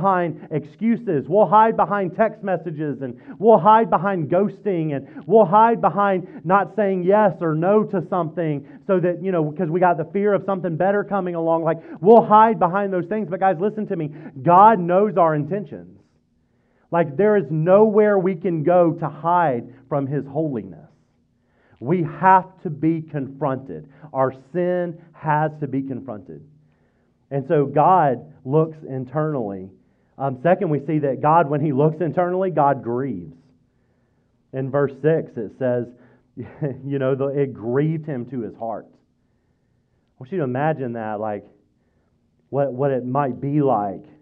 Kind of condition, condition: setting, large echoing room